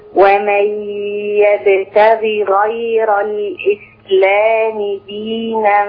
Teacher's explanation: ومن يبتغي غير الغين الاولى مكسوره، يبتغي والغين الثانيه مفتوحه في اعلى مراتب التفخيم